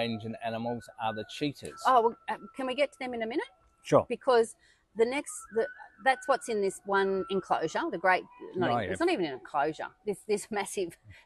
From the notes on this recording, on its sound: Queensland, Australia. We recorded live in different locations around the zoo where wewere stalked by water dragons -which if you can believe it - wander freelyaround the zoo and are as scary as they sound.